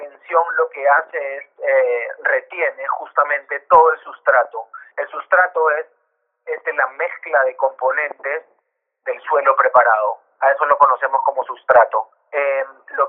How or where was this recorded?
phone line